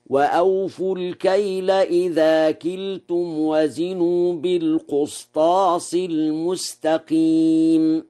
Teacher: قرأ ورش وزنوا بالقسطاس المستقيم بضم القاف، وضم القاف وكسرها لغتان، والضم لغة الحجازيين والكسر لغة غيرهم، فيقرأ هكذا وأوفوا الكيل إذا كلتم وزنوا بالقسطاس المستقيم ذلك خير وأحسن تاويلا.